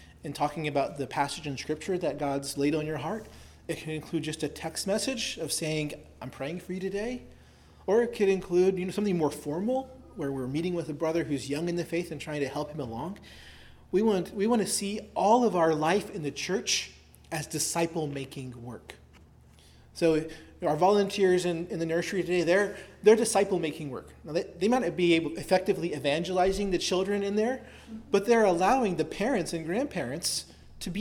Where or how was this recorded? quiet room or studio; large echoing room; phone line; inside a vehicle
large echoing room